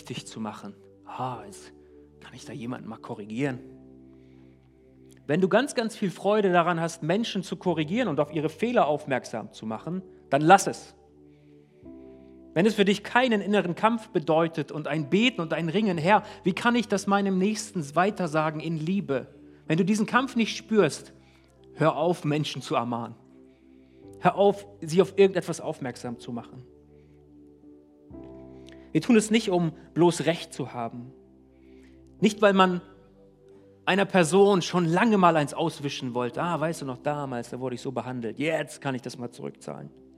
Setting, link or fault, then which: setting, large echoing room